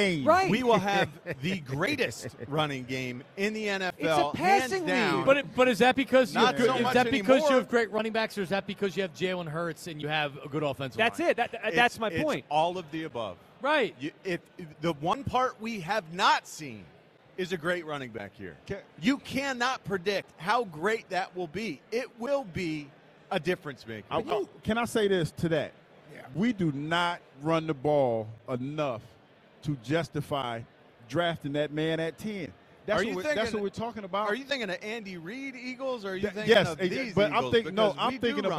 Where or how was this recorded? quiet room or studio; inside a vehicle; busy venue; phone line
busy venue